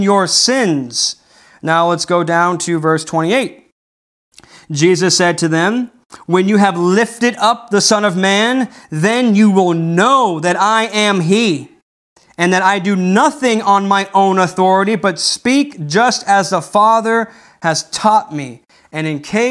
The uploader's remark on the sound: This message wad delivered on November 8th, 2020 at Redeemer Community Church.